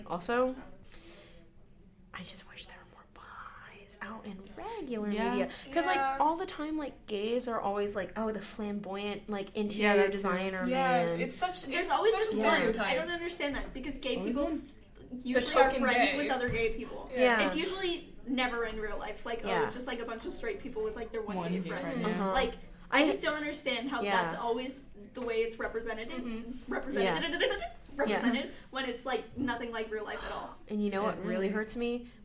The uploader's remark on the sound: Only half of this episode was saved, for some reason. Sorry for this mess of an audio clip.